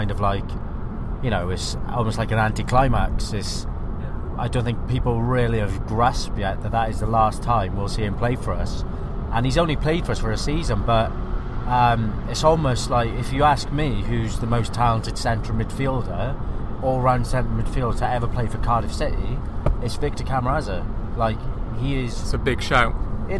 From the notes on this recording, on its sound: VFTN returns with this special episode recorded on the M6 as the team travel to and from the Etihad Stadium for the Football Blogging Awards.